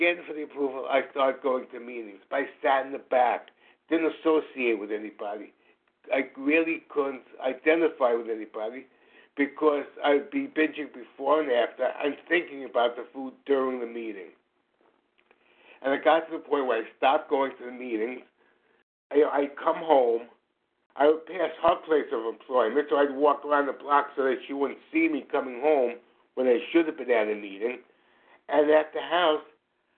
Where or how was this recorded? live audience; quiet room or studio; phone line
phone line